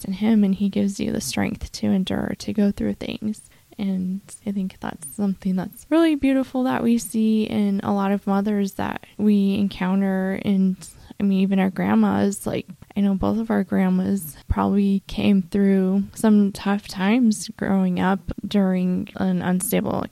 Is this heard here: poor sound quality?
no